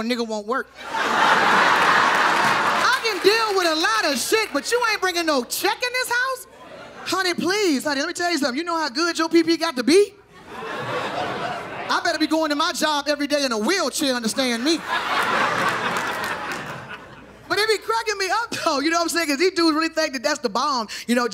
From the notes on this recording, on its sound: This one hour special taped Live from Tribeca in New York City.